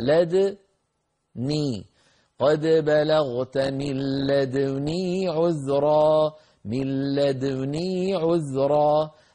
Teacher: إيماء بالشفتين إلى الضمة بعد سكون الدال وقبل كسر النون · Term: الإشمام